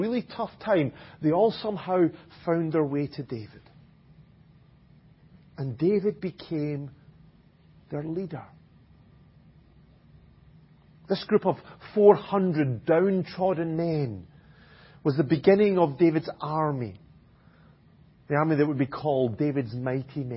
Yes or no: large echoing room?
yes